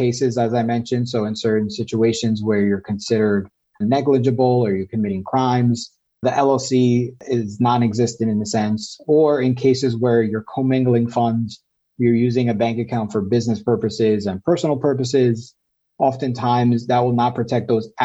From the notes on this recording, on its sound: This episode is the audio version of a webinar.